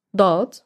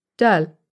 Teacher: there is also a dark D, dot, and a normal D, dal